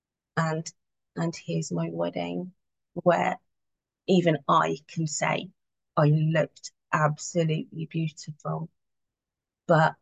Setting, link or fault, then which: link, video call